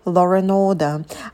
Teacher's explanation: Обратите внимание на долгие звуки о, а дотяните их, не обрывайте раньше времени. И появляется звук r. · Term: intrusive r